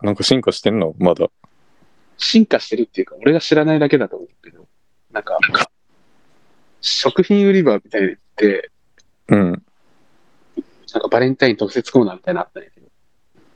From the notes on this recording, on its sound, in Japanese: 若干音質悪いですが次回には改善していると思いますので、ごめんなさい。